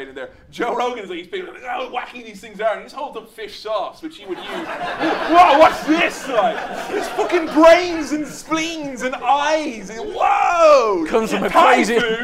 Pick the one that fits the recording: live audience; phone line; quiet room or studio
live audience